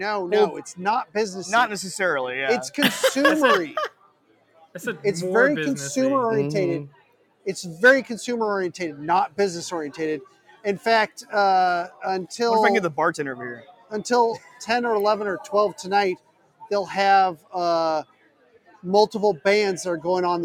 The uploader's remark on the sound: Live from PAX EAST 2022.